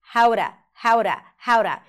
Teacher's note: Notice how she connects the how to, so the T of the word to becomes flapped.